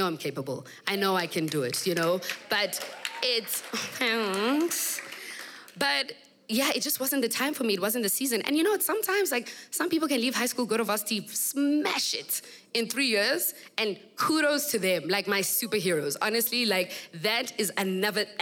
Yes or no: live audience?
yes